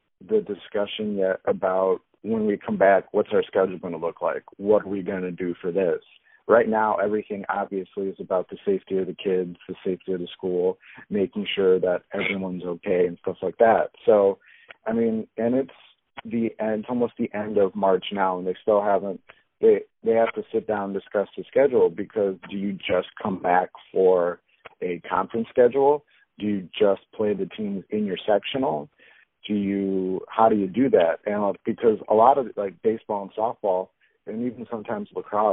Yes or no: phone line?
yes